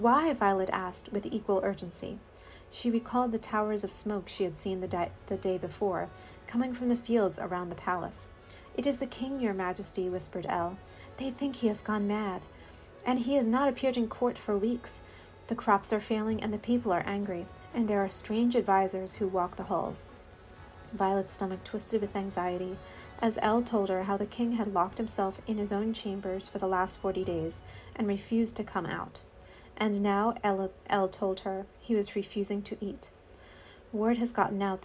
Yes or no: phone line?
no